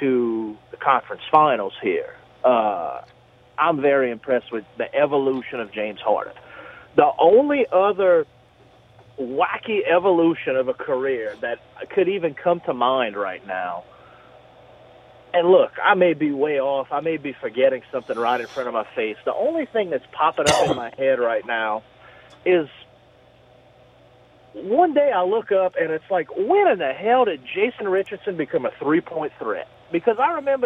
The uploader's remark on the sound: On the phones